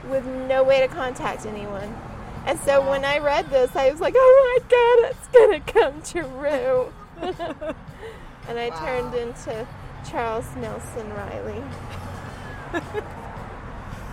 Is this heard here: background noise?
yes